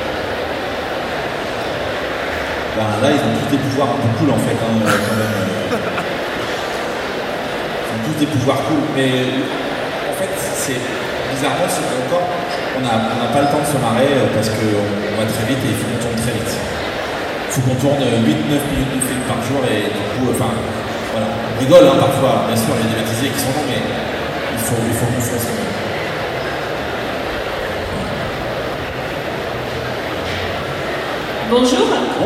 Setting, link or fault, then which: setting, live audience